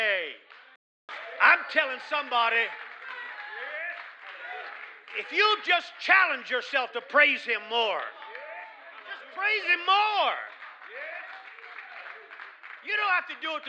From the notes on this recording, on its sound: Snippet from Sunday Morning service